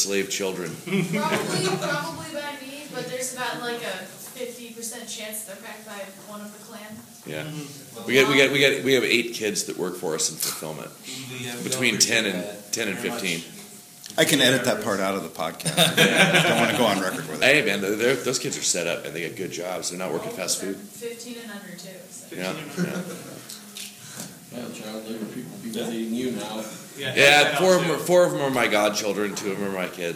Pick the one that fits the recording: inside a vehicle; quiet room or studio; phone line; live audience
live audience